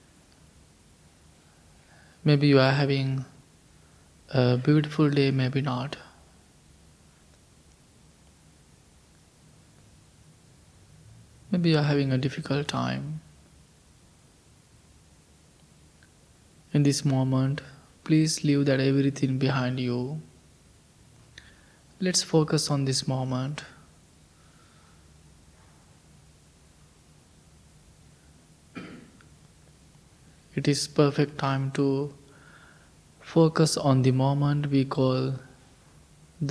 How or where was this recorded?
large echoing room